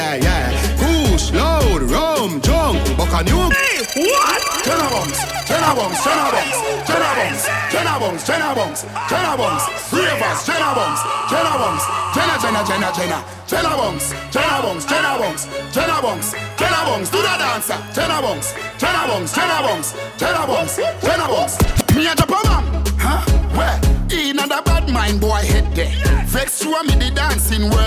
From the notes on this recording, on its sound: Live At Happy Hour in Brooklyn